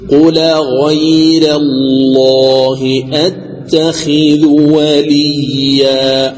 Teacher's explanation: رققت الراء وغلظ اللام، فكل واحدة نعمل بما جاء فيها من شروط